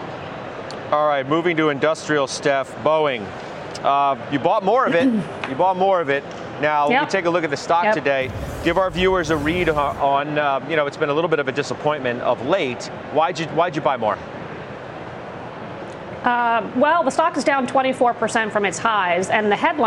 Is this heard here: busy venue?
yes